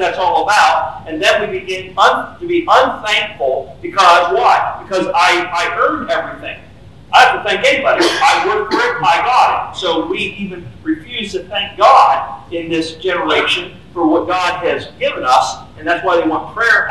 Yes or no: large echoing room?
yes